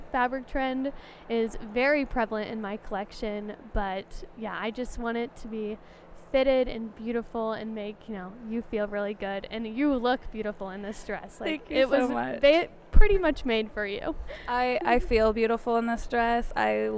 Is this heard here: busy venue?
yes